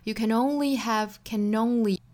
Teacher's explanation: 有一个小小的 n 的音也是由 can 本身这个尾部的这个辅音带出来的 · Term: 连读